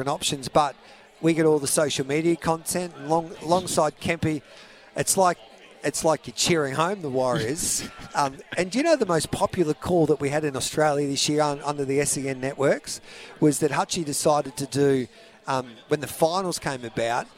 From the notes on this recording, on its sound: Live from the big Karaka yearly sales.